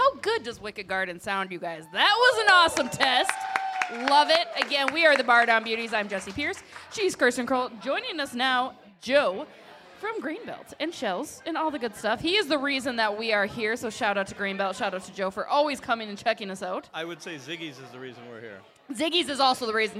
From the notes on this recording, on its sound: Live from Ziggy’s on Main. Hit Stillwater for this week’s episode and this month’s Beauts Live, presented by Grain Belt.